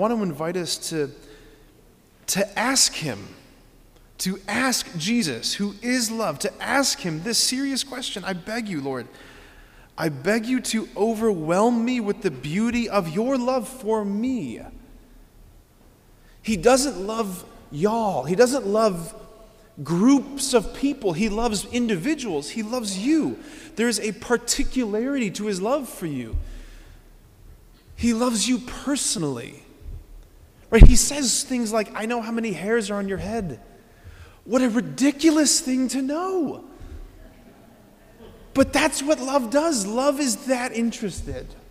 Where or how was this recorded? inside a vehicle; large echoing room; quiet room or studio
large echoing room